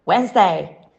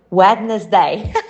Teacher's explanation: the first D is silent and the middle syllable is omitted altogether · Shown in: first take